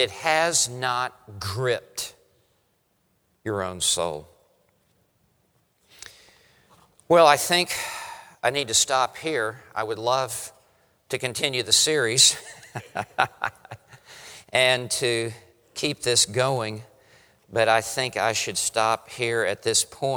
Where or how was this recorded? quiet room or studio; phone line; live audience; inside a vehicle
live audience